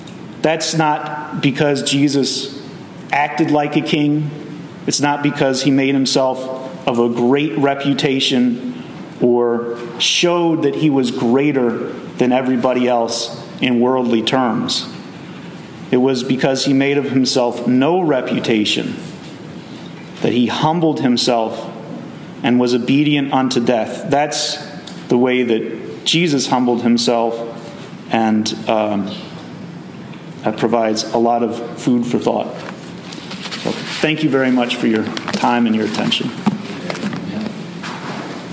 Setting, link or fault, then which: setting, large echoing room